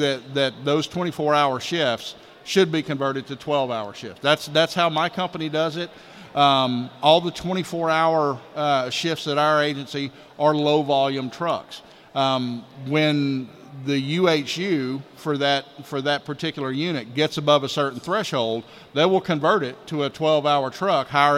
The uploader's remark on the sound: Live from Initial Assessment Conference